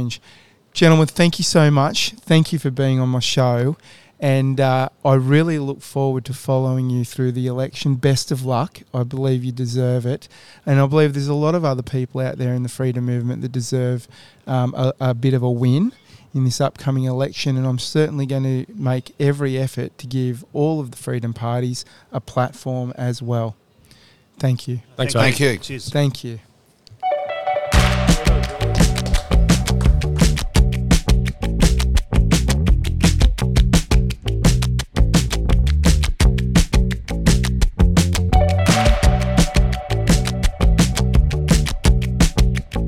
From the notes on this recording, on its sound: On Thursday 5 May 2022 we live cast from the Moore & Moore cafe in Fremantle Western Australia